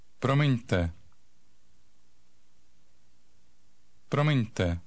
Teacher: Notice that the stress is on the first syllable. The trilled or flapped R in this word is common in many world languages, but not in English.